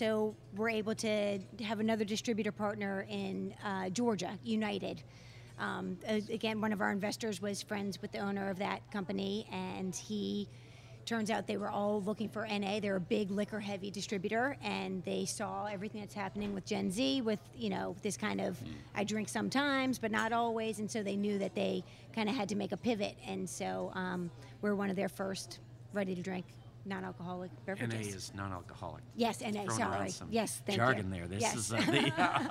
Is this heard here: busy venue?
yes